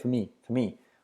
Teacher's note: La R de for decae, se dice for me, for me.